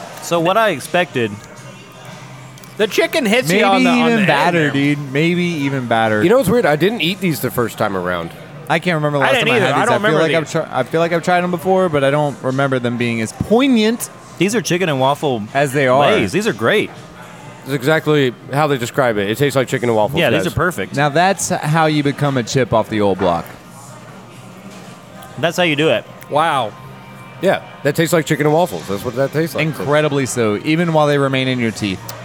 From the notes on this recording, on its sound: recorded at Rocky Mountain Pizza in Atlanta, GA!